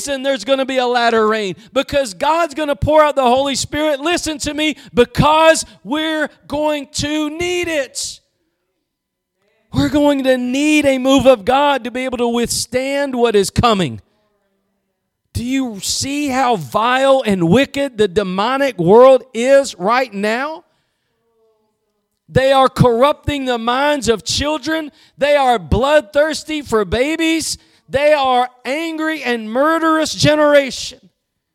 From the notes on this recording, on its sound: Preached at Gospel Lighthouse in Bossier City, La.